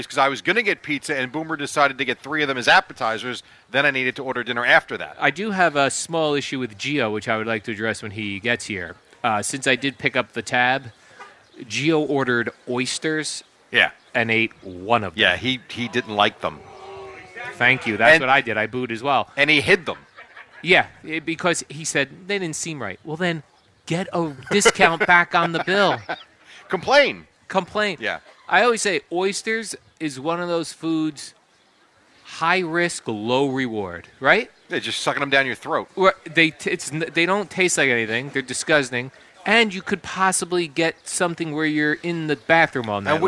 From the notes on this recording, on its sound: Live from D'Jais in Belmar